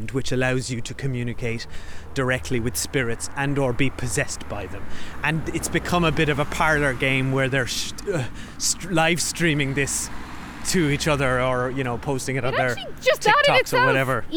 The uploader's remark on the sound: We walk and talk